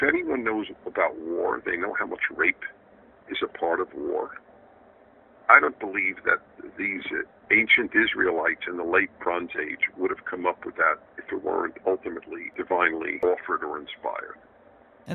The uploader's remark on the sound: a phone conversation